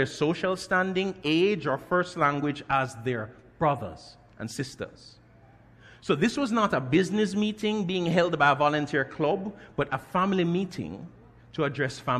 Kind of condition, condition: setting, large echoing room